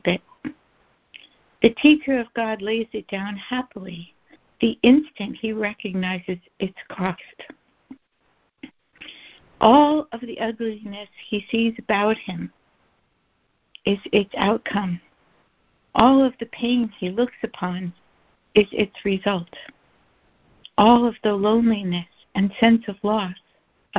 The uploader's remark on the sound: ACIM Daily Conference Call.